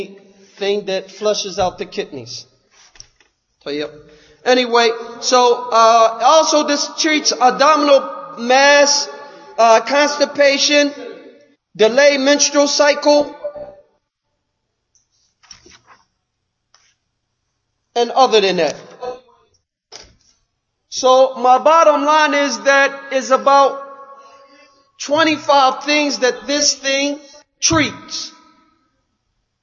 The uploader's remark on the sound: Lecture given at Masjid Nur Allah, Queens, NY